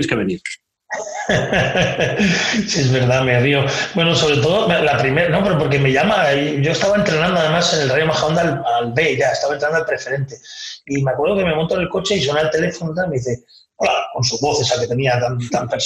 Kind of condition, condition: fault, poor sound quality